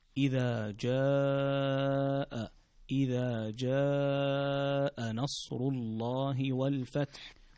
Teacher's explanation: هنا عندنا مد متصل ويسمى المد الواجب ومقداره 4 حركات، فتمده مدا طويلا